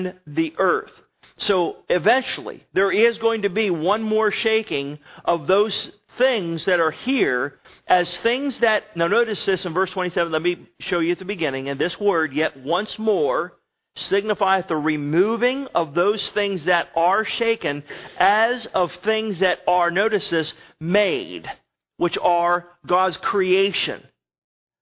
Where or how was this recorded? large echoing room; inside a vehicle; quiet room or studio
large echoing room